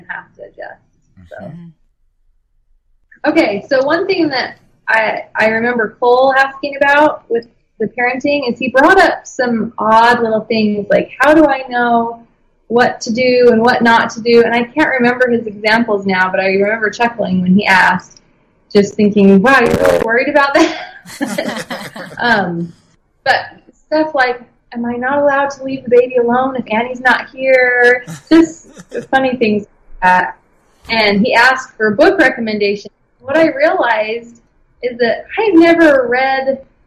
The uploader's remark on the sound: The audio quality isn’t perfect